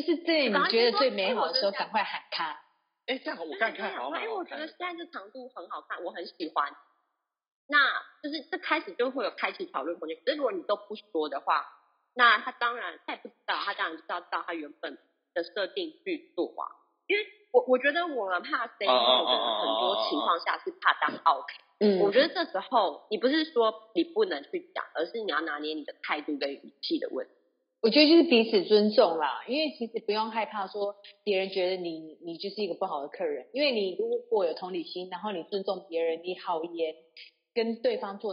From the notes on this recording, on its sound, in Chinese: 本集因錄音方式導致收音欠佳。